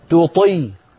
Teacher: رقق التاء وفخم الطاء